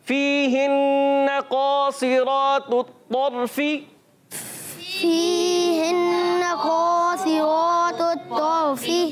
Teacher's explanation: फा के नीचे जेर है, फा को बारीक भी पढ़ना है और फा की अदायगी क्लियर रखनी है।